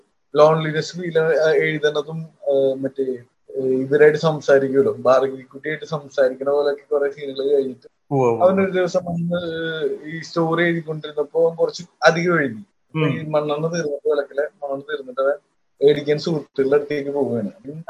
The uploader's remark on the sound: people from different parts of the world discuss over the phone